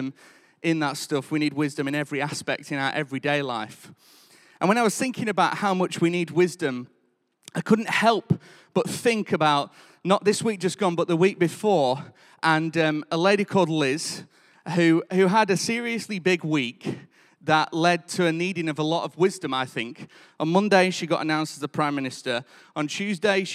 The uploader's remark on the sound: Recorded live at Life Church Lancashire